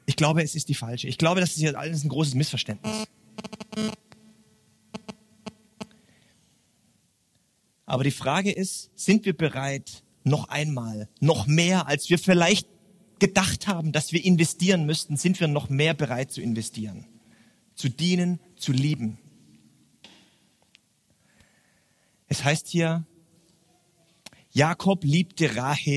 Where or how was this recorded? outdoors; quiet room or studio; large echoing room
large echoing room